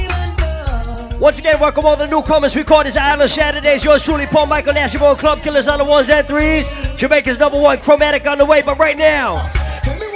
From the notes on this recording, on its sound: LIVE IN RI. LIVE AT ISLAND SATURDAYS IN PROVIDENCE, RI.